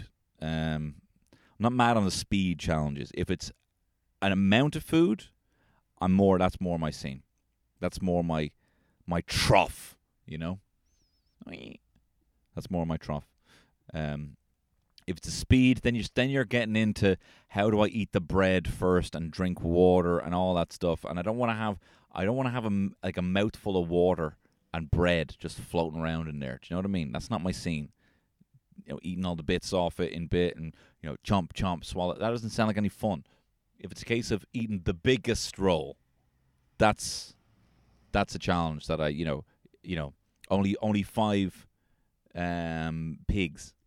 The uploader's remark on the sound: LIVE from the car!